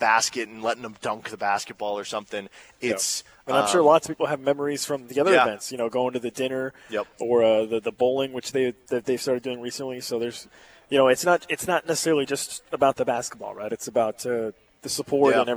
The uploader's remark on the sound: live from the Roundball